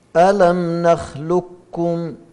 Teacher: القاف مع الكاف هي إضغام كامل تماما، إضغام كامل